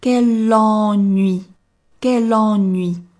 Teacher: 接下来非常重要的，从 u 滑到 i 的这样一个过程，ui。那么整个单词发完之后呢，你的嘴型一定是要停留在 i 这个非常扁平的元音上才是 OK 的 · on 这个鼻音也是我们所说的整个的口型呢稍微往出凸一些，舌位往后缩，发一个 on 的音，要领是口型一定要打开。 · IPA: [kɛl ɑ̃nɥi], kɛl ɑ̃nɥi